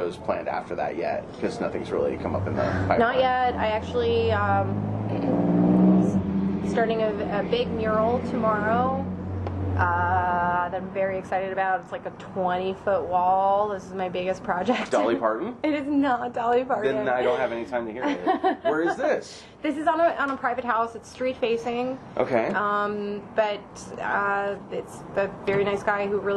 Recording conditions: background noise